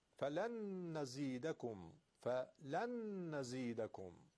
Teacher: این نون فلن رسیده به نون نزیدکم، نون در نون ادغام دو حرکت کشش